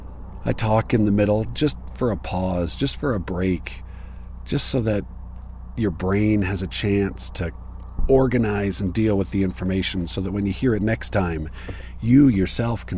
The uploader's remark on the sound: This was recorded sitting in my car at a trailhead in Moab, Utah. Something was a little wonky with the recorder (although it is probably more likely to be user error), so it sounds blown-out in parts when I get too enthusiastic.